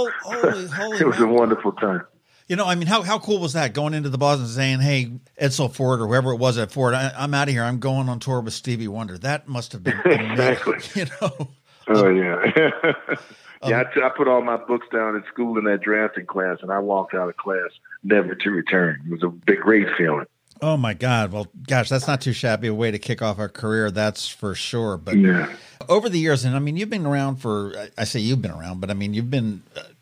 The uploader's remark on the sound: We chatted on the phone today